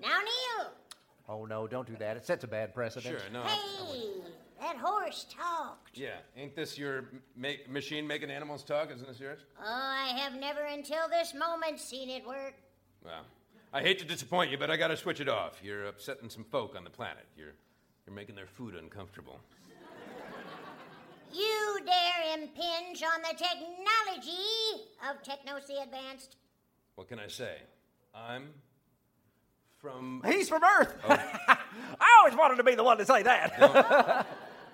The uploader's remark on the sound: Recorded Live 2/5/2011 at Largo, Los Angeles.